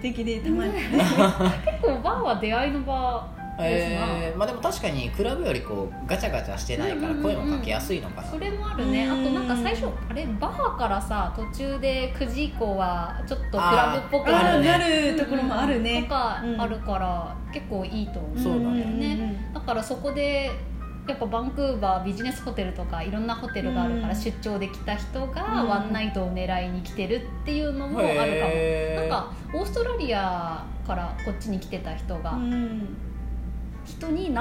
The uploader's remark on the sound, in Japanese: 録音場所は、とあるホテルのキッチンのため、たまにキッチンを利用している音がします